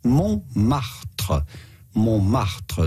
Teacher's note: The T in the middle is silent, so do not say Montmartre, but rather Montmartre.